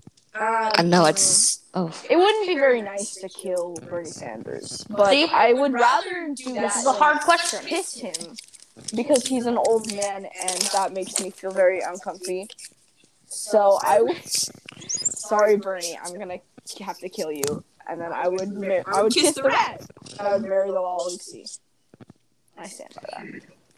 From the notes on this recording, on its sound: We apologize for the technical difficulties in this episode